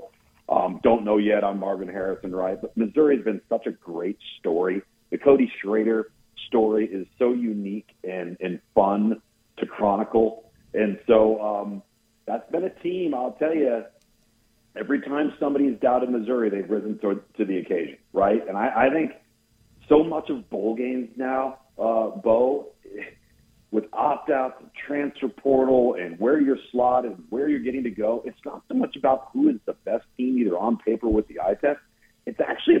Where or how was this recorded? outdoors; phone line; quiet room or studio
phone line